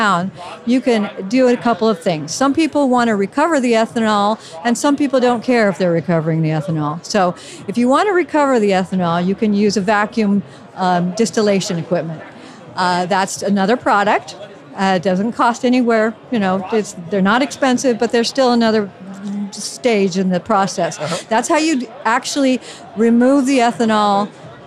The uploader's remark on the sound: MORE Live Interviews From The Extraction Expo Floor. In-person interviews recorded on the floor of The Extraction Expo in Los Angeles!